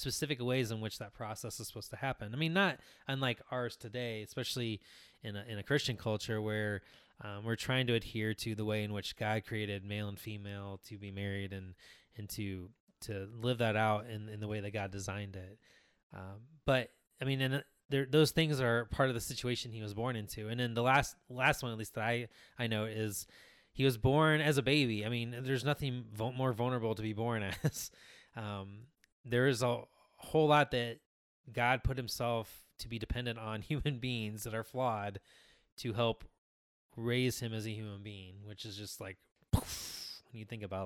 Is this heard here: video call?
no